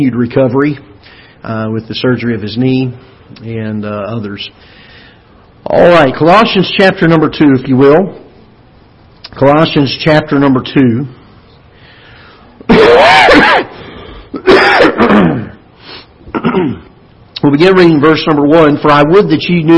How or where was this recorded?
large echoing room